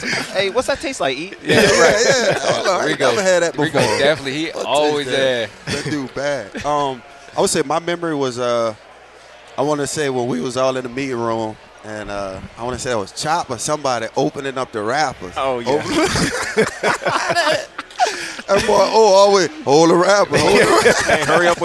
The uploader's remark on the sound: at the CFL Alumni Association's Legends Luncheon on Friday at LIUNA Station